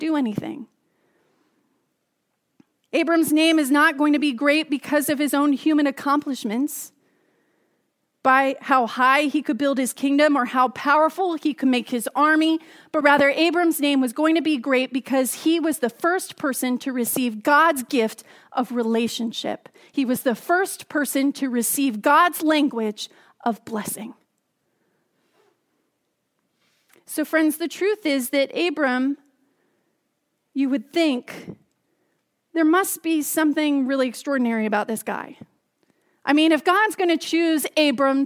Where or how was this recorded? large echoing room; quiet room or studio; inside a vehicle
large echoing room